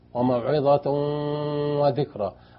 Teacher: هنا أضغم بغن تنوين أتى بعد واو